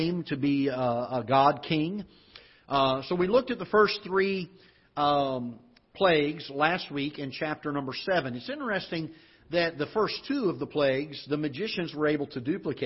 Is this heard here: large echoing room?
yes